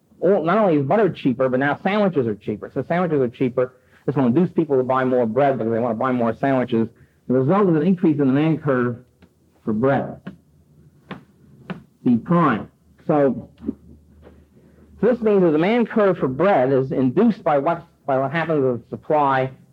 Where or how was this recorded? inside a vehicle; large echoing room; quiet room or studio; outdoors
large echoing room